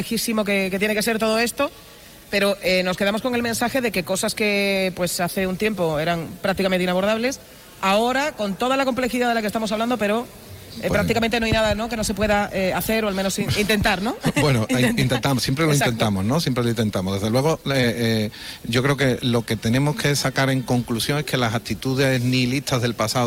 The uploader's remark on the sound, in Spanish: Hoy programa en directo desde el Hospital Quironsalud Infanta Luisa.